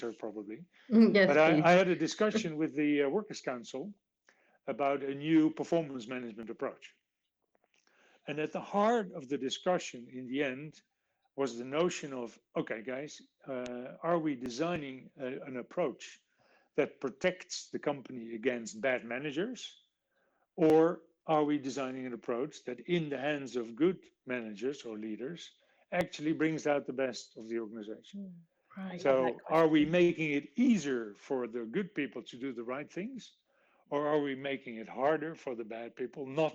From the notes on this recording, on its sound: Side note: anchor is experiencing technical difficulties, alternative recording method was used which resulted in a few sound impurities.